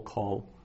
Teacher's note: the syllable has gotten shortened up, and it's become an even shorter O. So kol, the first one spelled out fully with the dot, the holom, is a long O. · Term: short O